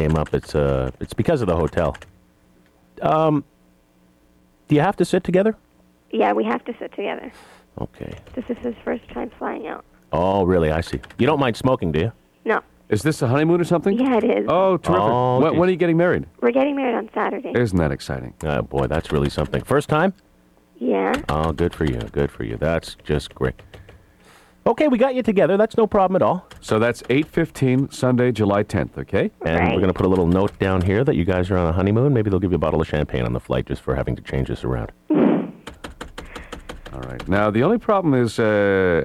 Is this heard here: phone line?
yes